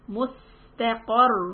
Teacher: So give scene a little time مس And hear the hissing sound